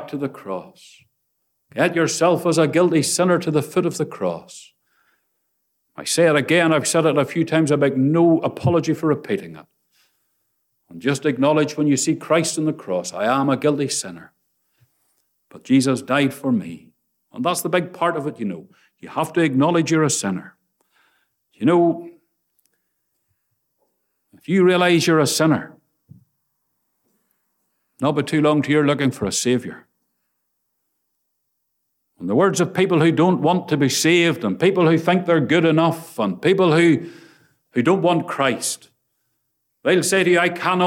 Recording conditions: large echoing room